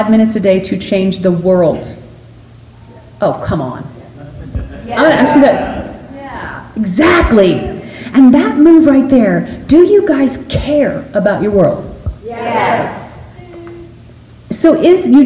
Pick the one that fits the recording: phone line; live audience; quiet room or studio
live audience